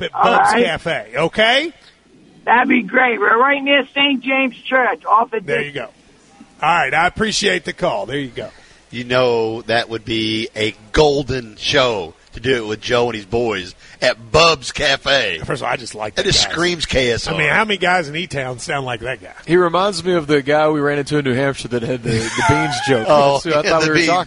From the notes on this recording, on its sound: KSR is Live at KSBar & Grille talking Kentucky Football and taking your calls.